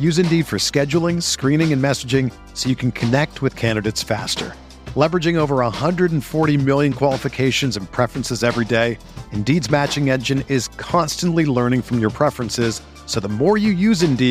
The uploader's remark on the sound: interview Knicks legends at Clyde's Wine & Dine in NYC